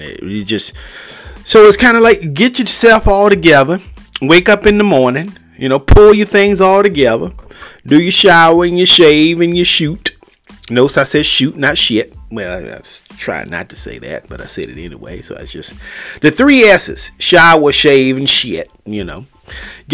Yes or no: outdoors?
no